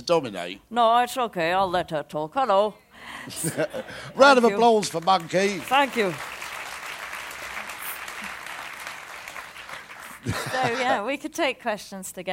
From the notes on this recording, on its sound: Recorded on Wednesday 8th August 2012 at the BBC Edinburgh Festival.